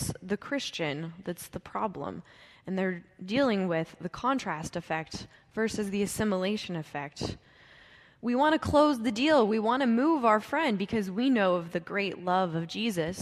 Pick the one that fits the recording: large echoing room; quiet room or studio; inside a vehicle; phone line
large echoing room